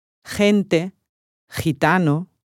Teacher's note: Seguita da E, I si pronuncia con un suono aspirato che parte dalla gola.